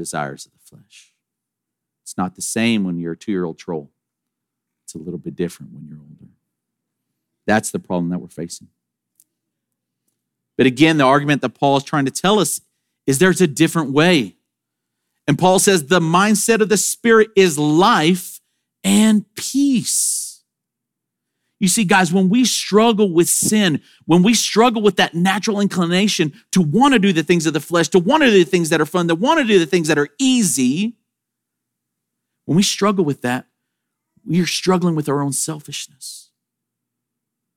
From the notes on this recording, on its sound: Sermon audio from Sunday, September 24, 2023.